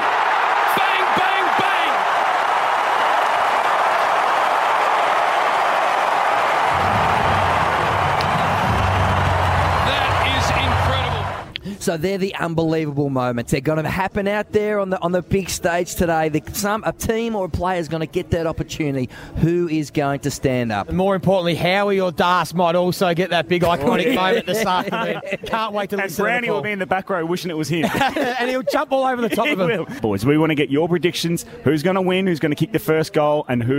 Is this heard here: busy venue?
yes